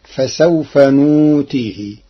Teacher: قرأ ورش كلمة نؤتيه بإبدال الهمز واوا للتخفيف فتصير فسوف نؤتيه.